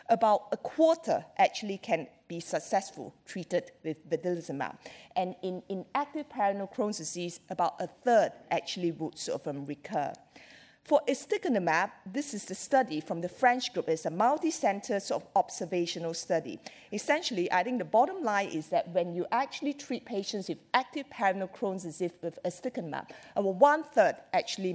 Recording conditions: live audience